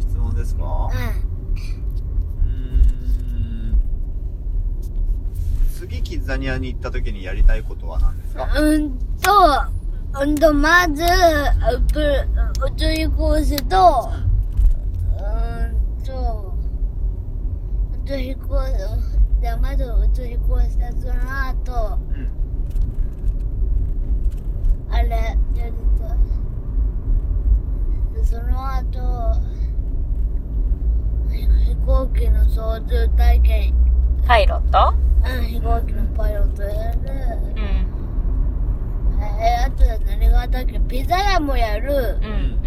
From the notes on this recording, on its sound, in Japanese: 今回は春休みに初めてのキッザニアへ行く／行った道中での車内収録です。最後は放送事故なので音量にお気をつけください…笑。